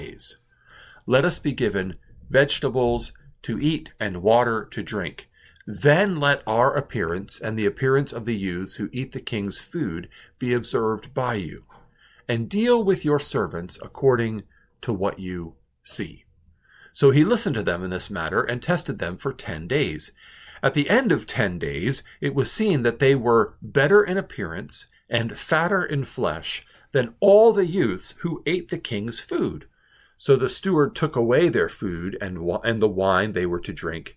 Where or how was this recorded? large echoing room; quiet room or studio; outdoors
quiet room or studio